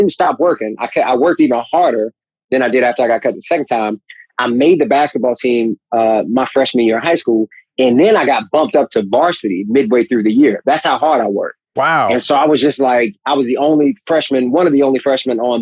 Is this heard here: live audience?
no